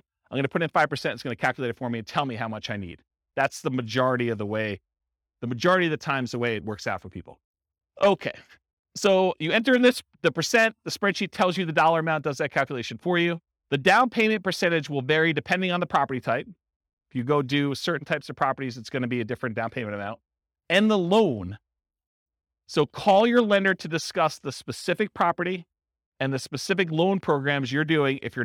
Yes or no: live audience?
yes